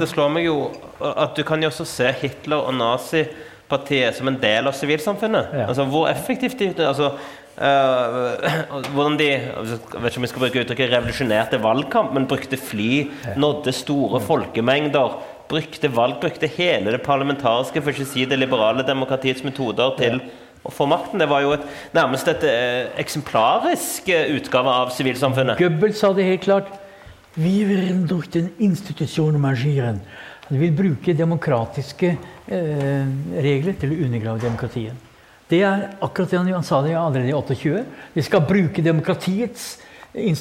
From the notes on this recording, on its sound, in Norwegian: på Nobels Fredssenter med publikum tilstede.